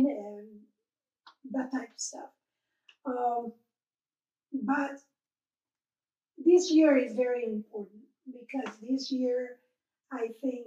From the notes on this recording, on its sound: In their home. We apologize for the less than perfect audio.